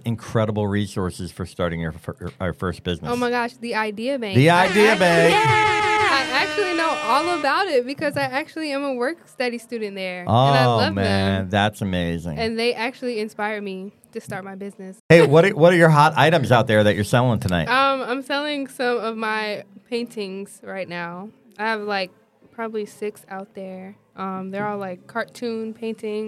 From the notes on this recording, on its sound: This episode is unique as the recording took place during our Jingle Fest event. Jingle Fest is an annual event, hosted by the Troy University IDEA Bank, which brings together student entrepreneurs, the local community, and loads of holiday cheer!